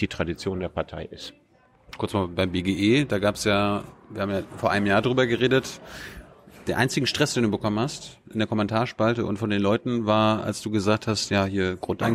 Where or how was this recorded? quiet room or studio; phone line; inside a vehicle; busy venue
busy venue